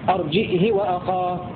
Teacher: بزيادة همزة ساكنة وكسر الهاء بدون صلة